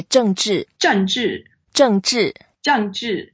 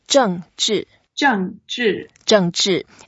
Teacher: Both are fourth tones, so we go down, and then the way we say Chinese, we want to pronounce every single word in the equal beat.